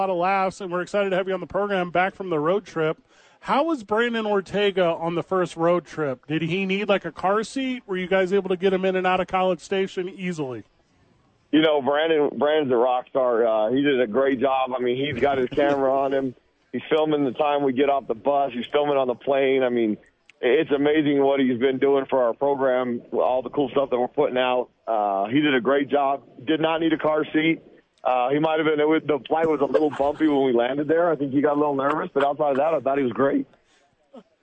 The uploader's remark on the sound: Live from ABQ AXE.